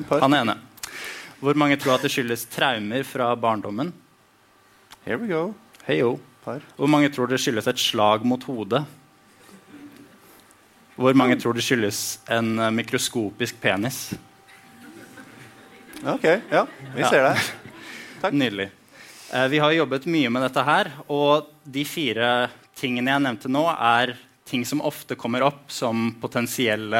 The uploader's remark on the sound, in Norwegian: Live på Oslo Podfest 2019. Opptrer live fra Oslo Podfest 2019 på Blå.